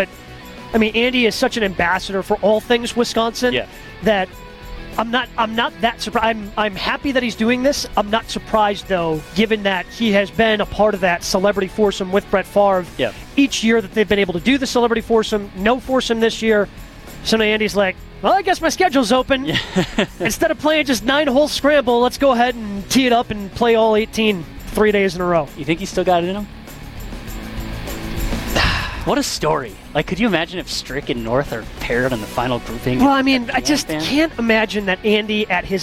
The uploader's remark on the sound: Live from Erin Hills